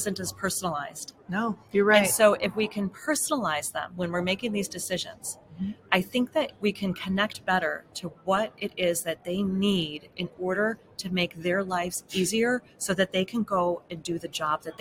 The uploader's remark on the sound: Live from NAFA. Live from the Wheels, Inc.